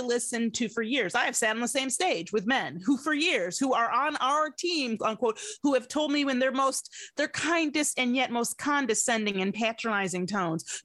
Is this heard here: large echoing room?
no